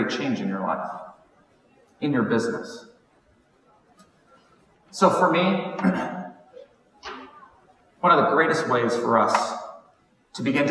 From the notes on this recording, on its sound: Keynote from WBM19. This episode features the audio from a keynote I recently shared. While the audio is not to the quality I prefer.